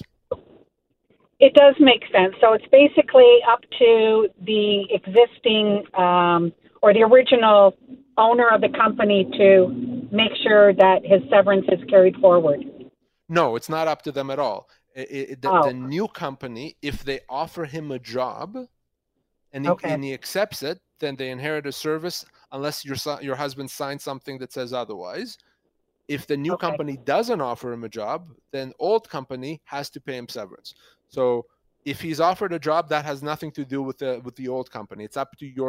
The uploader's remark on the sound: between your phone calls